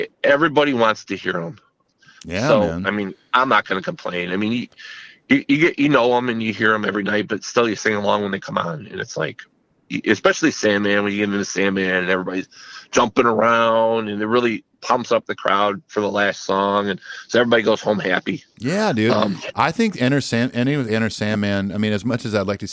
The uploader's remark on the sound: gets on the phone